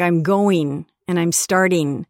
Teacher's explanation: the ing endings would be een